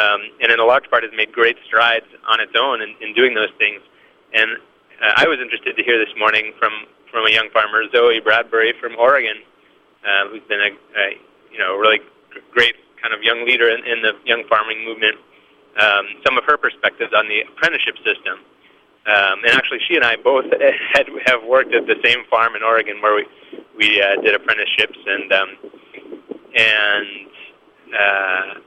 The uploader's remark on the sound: live from the Drake Forum!